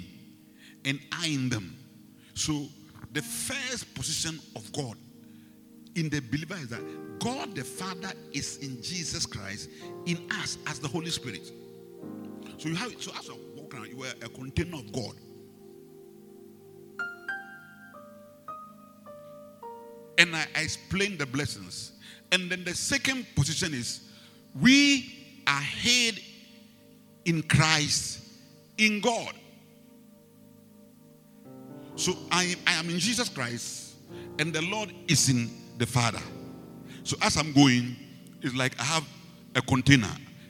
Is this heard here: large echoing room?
yes